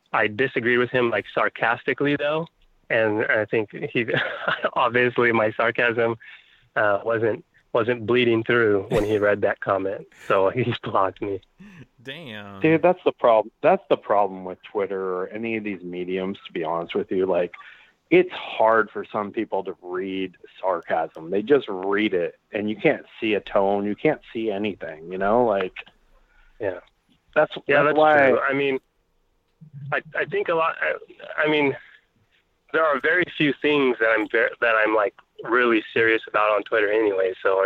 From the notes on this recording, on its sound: Finish the show off with some prank calls. On the phone (which he joins in eventually, for a short time).